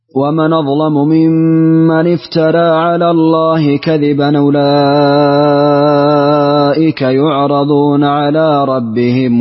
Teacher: ورشا بالنقل في قوله ومن أظلم وتغليظ اللام في أظلم والتقليل ترقيق الراء في افترى